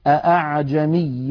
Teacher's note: الخطأ الأول هو أن ينطقها محققة فيقول أعجمي وعربي، هذا خطأ من جهة الرواية لا من جهة اللغة، ففي اللغة هذا النطق صحيح.